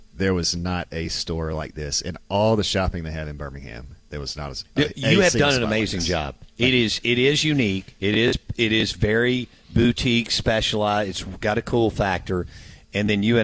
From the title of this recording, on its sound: Live From Raggio Mercantile